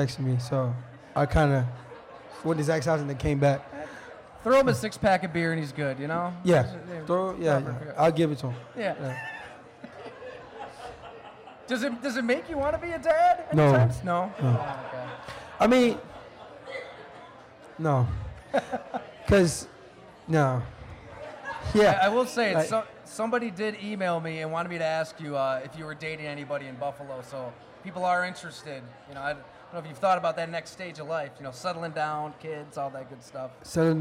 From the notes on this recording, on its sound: We record live from Mister’s Bar & Lanes in East Aurora, N.Y., and it’s a rollicking affair. Everyone who came on out to pack Mister’s.